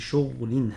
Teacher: قرأ ابن كثير بإسكان الغين في شغل هكذا